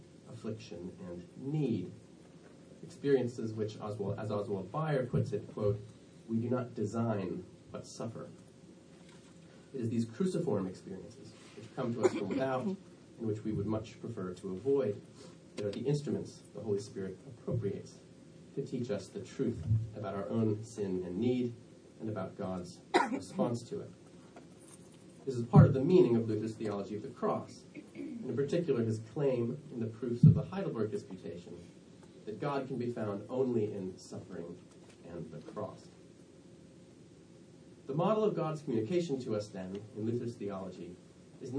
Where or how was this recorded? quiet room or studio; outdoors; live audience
live audience